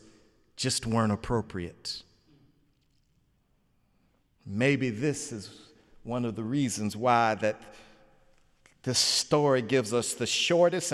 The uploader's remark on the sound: sermon on The Fifth Sunday in Lent, Sunday, April 2, 2017 in the Memorial Church.